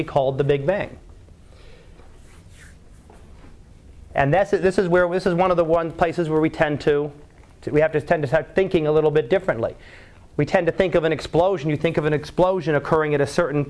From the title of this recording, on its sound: Live Class Lecture